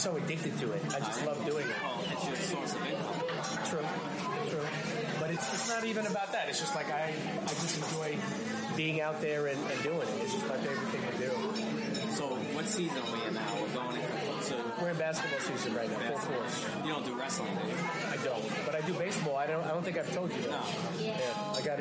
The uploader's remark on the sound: Please excuse the audio, as they were in a restaurant that was hustling and bustling.